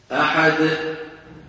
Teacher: يقفل الوترين الصوتيين فينشأ همزة. اسمع: أحد، اسمعوا الهمزة، أحد، أحد. · Term: ختم صوتها بهمزة